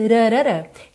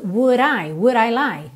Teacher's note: Esse D vira r, que é um contato muito rápido da língua com o céu da boca.